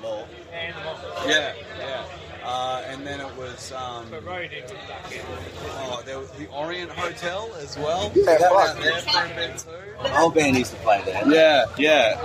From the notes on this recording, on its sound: I couldn't get them in the studio but this is exactly why the live format has come into play. The audio does get a little dicey here and there and towards the end the next band starts playing but hey, that's being live for you (also recording off a phone lel).